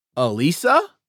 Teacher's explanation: It's a question, and I raise my voice to a higher pitch as I say the name. · Term: voice up